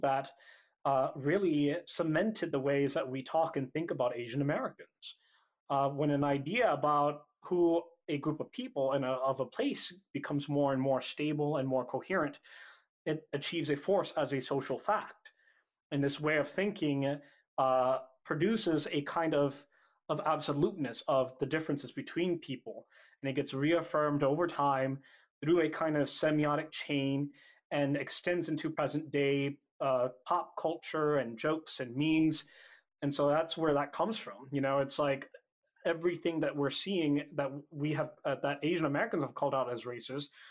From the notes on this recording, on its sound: This program was recorded via video conference on April 22nd, 2021 by the Commonwealth Club of California.